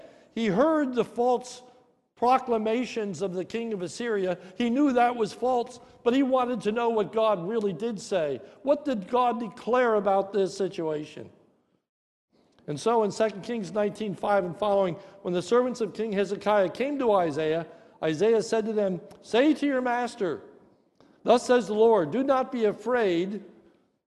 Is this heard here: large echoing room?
yes